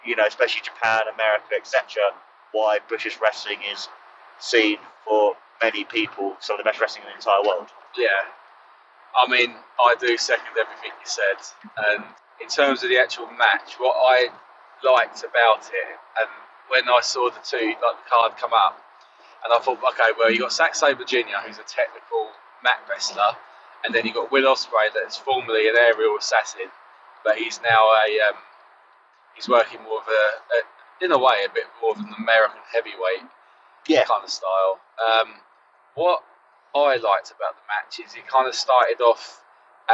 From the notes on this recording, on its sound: on our drive home as we review the show that we saw live